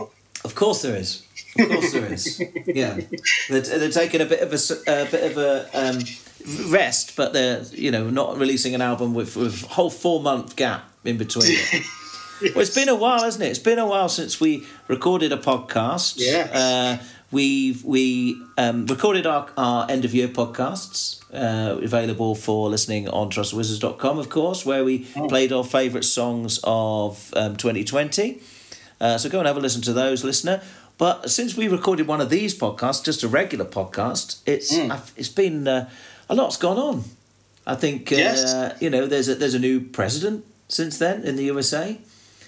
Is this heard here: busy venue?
no